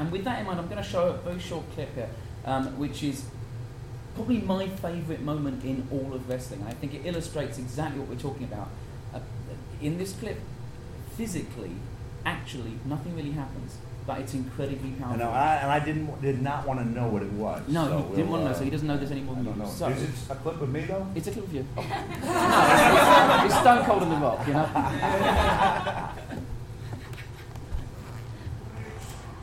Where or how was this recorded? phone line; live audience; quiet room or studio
live audience